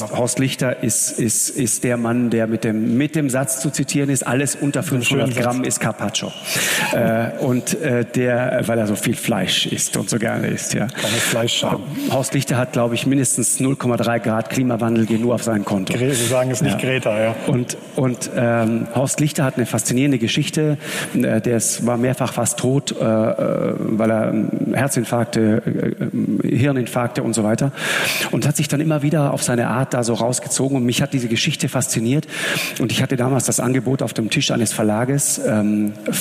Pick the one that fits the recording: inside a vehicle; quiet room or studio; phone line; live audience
live audience